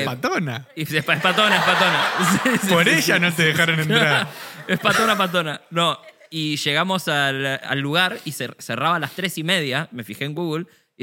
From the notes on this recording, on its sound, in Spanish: Estamos EN VIVO en el TEATRO CHACAREREAN